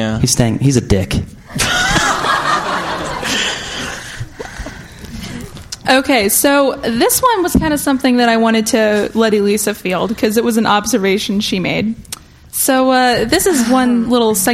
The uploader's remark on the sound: Live From Portus! MuggleCast is live from Dallas, Texas this week! Questions from the audience.